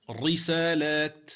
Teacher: هو أتى بالحركة مكسورة لكن لم يأتي بالترقيق على وجهه، فخمها.